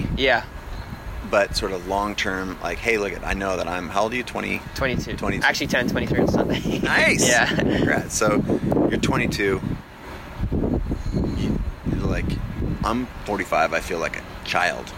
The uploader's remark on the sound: This is recorded outside. There’s wind noise and it takes over at times.